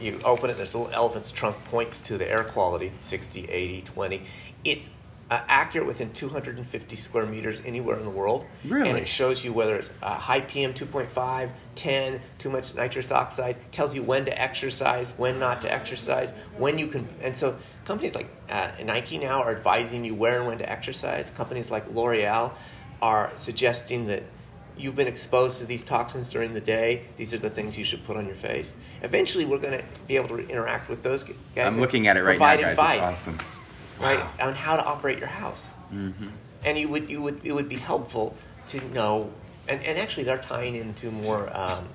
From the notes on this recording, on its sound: took place at the 2018 IAQA Conference in Chicago, IL